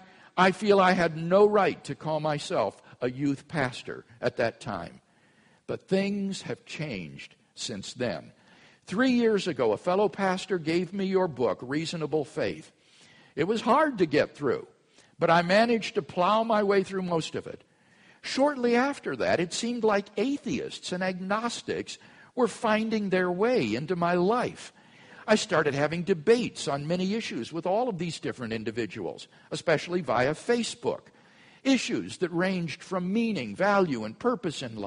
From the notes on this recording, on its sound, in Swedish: Inspelad på Apologias konferens "Till trons försvar" i Betlehemskyrkan, Stockholm 2012-04-20.